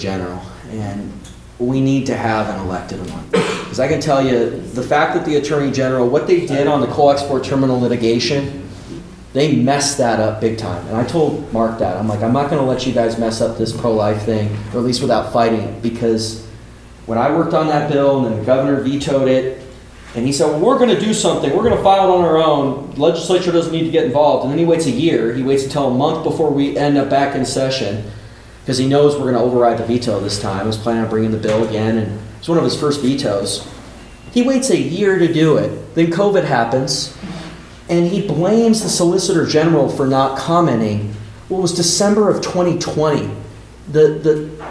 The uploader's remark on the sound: town hall in Buffalo on May 20, 2023